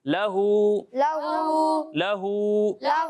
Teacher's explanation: یہاں الٹا پیش ہے، اسے ایک الف کے برابر کھینچیں گے، نہ اس سے کم نہ اس سے زیادہ